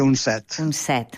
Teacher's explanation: jo recomanaria pronunciar set en veu oberta perquè les paraules noves monosilàbiques tendeixen a la vocal oberta, a la E oberta i a la O oberta